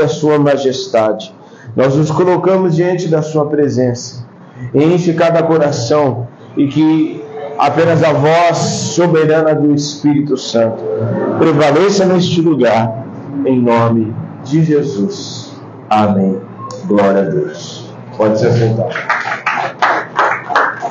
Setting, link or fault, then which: setting, large echoing room